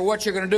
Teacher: Notice how the former president dropped the letter G at the end of a word. He shortens going to gonna, and want to wanna.